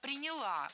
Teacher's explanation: Ударение в этом глаголе ставим на окончание.